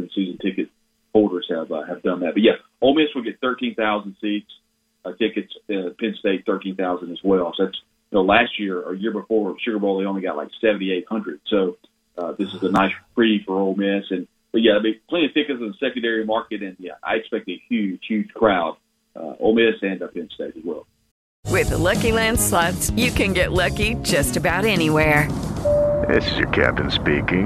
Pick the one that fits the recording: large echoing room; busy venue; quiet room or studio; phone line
phone line